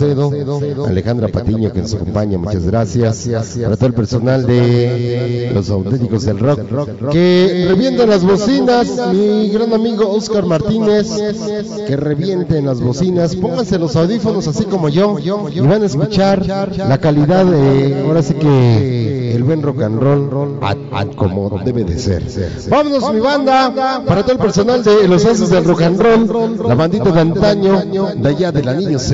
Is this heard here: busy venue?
yes